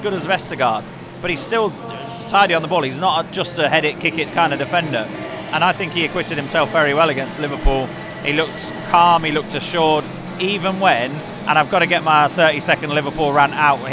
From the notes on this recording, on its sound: Live at the King Power as Leicester beat Preston 3-0 to sit top of the Championship.